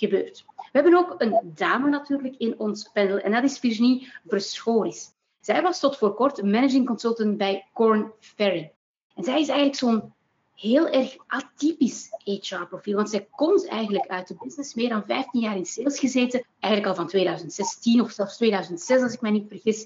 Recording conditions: video call